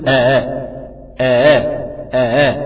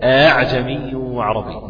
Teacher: وأن يقرأ بتسهيل الهمزة الثانية في كلمة أأعجمي، يقولها آآ آآ آآ هكذا أأعجمي وعربي.